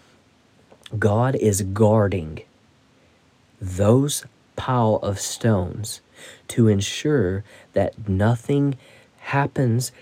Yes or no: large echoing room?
no